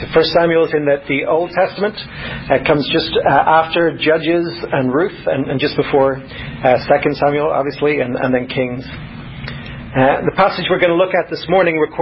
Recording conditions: large echoing room